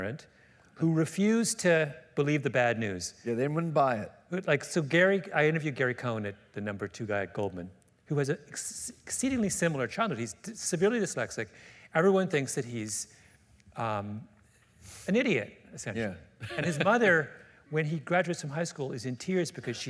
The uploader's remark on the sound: Recorded April 7, 2015 at New York’s 92nd Street Y.